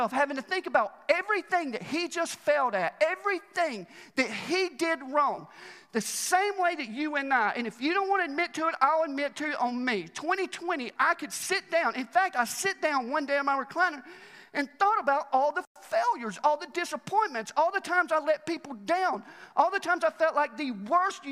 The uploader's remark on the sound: Recorded live at The Fellowship at Mt Juliet on January 3, 2021.